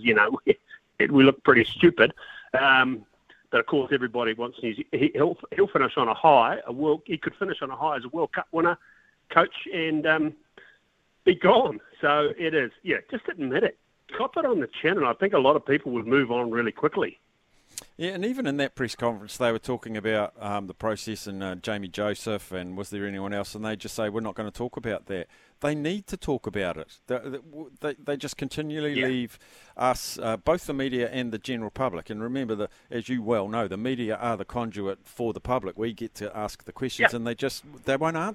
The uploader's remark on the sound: Down in Christchurch as he attends Turf Day hosted by PGG Wrightson Turf. Goes to the phone and text lines to see what the listeners had to say.